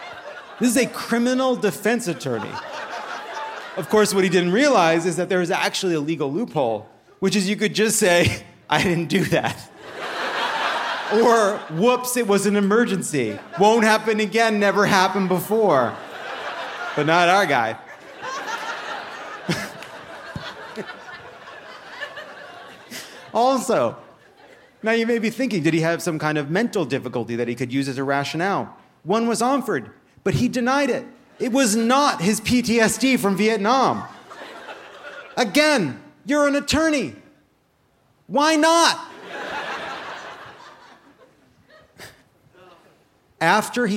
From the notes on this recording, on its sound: Dry Heat and Open Carry (Live from Phoenix!).